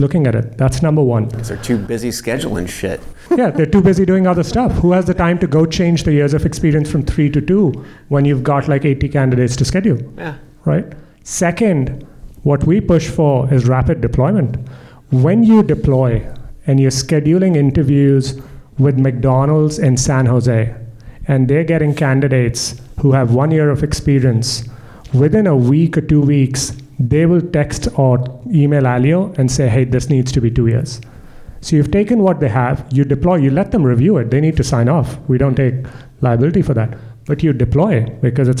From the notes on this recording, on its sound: This is Part II of a two-part podcast LIVE from Tempe Arizona and the TAtech AI Summit.